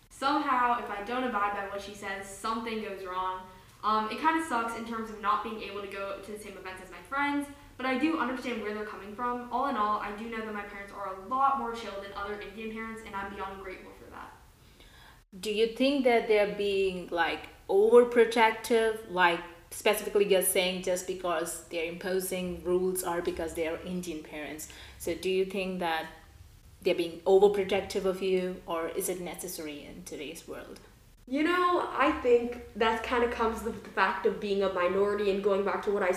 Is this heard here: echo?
yes